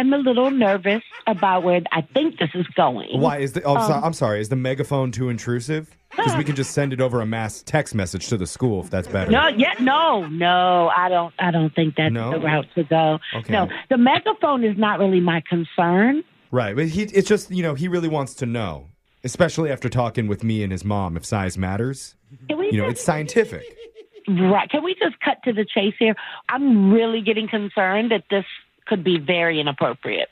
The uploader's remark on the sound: Phone Tap. Calls an elementary school teacher overseeing the science fair.